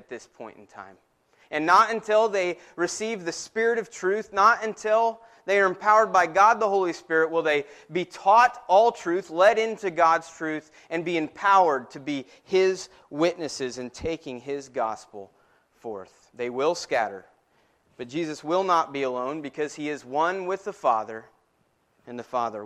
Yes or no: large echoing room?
yes